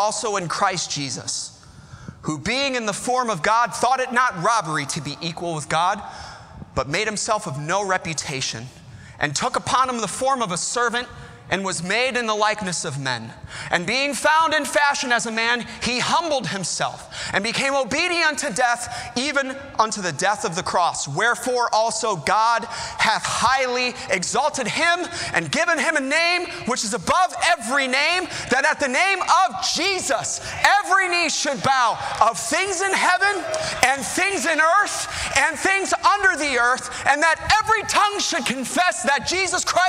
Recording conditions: large echoing room